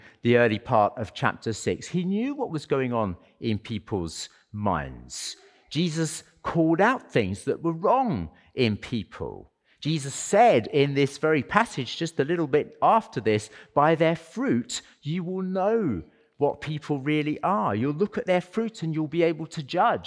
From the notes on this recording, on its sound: as part of our Sunday worship service